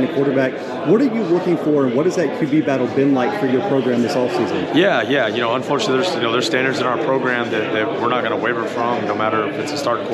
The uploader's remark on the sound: The Bluebloods are live from ASUN Media Day in Atlanta, GA.